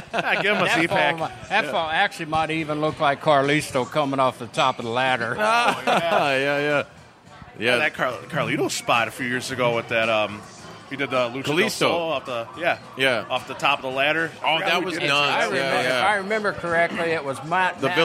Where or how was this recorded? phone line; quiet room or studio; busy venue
busy venue